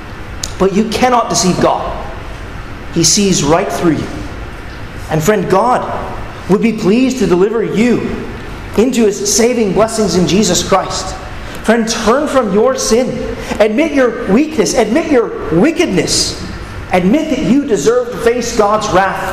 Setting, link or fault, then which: setting, large echoing room